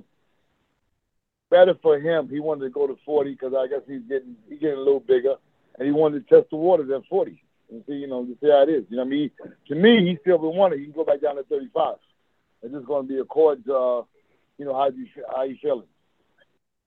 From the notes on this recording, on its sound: The phone interview was live.